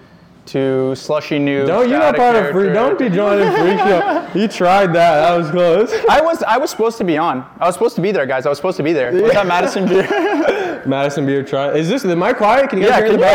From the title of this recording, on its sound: York University Live Show